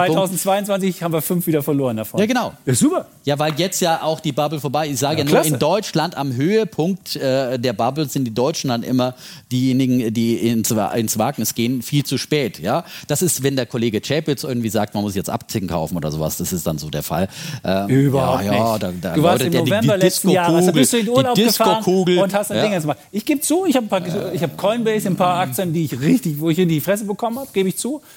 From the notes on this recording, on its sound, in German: Diese Sonderfolge wurde live vor Publikum auf dem WELT Transformationsgipfel aufgezeichnet.